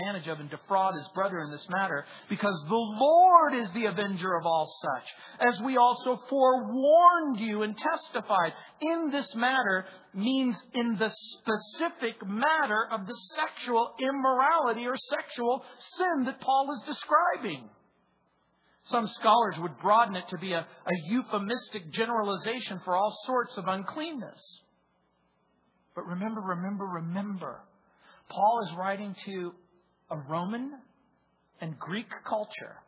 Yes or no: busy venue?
no